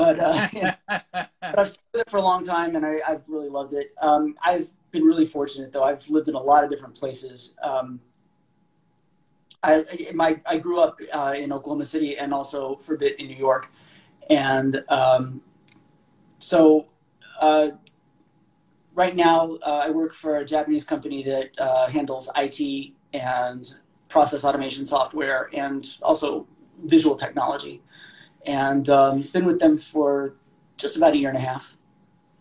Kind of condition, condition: link, video call